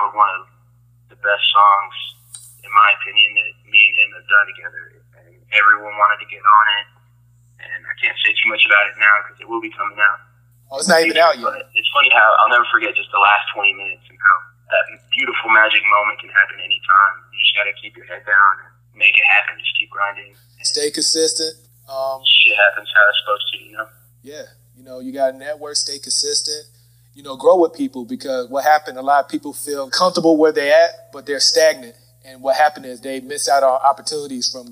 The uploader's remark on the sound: Phone Interview.